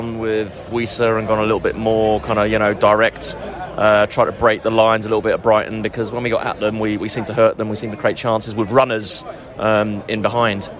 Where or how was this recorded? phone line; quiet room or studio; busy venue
busy venue